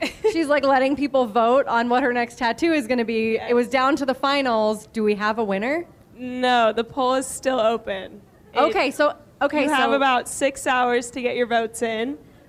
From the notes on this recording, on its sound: Joined me for a live show. At New York Road Runners's second annual RunnerCon event the day before the New Balance Fifth Avenue Mile.